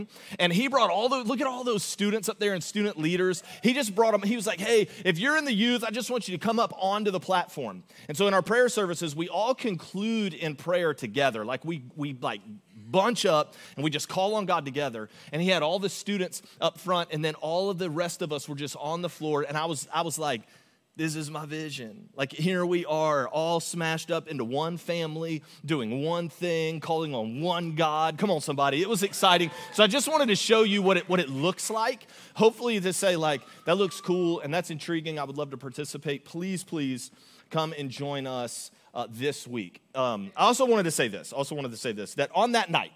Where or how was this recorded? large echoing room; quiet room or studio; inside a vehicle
large echoing room